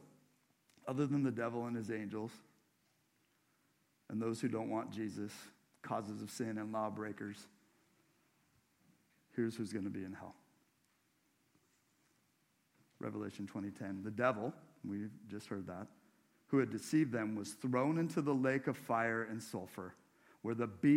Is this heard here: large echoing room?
yes